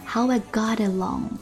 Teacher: How I 连读 w 双元音 ow w u 结尾，后面跟着一个元音 I，那么 u 跟元音中间有一个 W 那个音标，我 How I 轻轻的连过去哈。